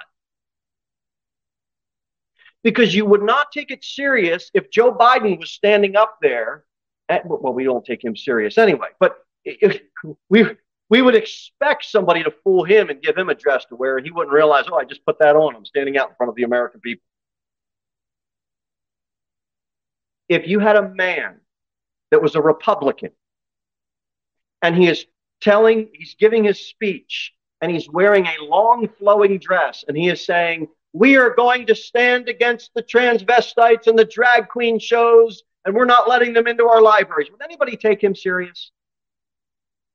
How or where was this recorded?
large echoing room